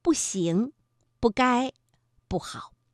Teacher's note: 如果步字呢是在阴平阳平以及赏声之前，依然念本调去声